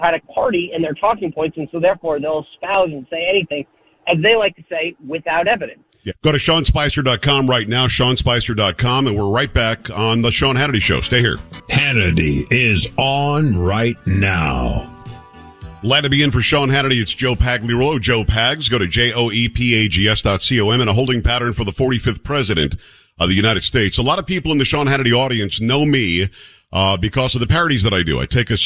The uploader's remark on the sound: hits the phones